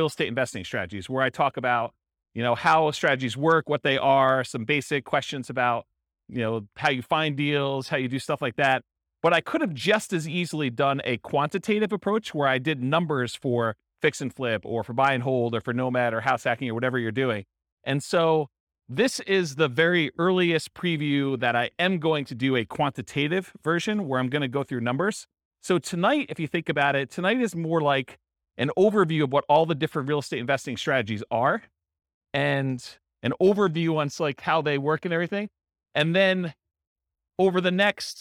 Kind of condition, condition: setting, live audience